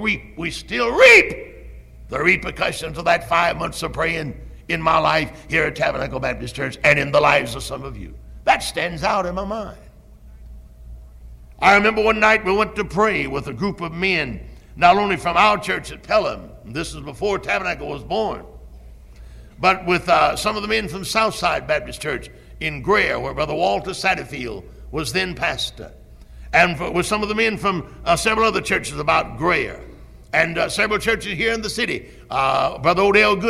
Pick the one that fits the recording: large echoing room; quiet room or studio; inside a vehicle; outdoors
large echoing room